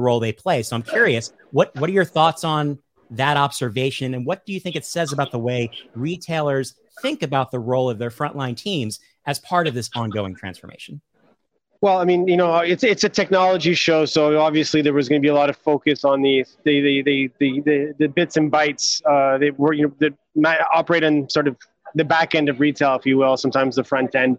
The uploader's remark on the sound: live from The Retail Technology Show in London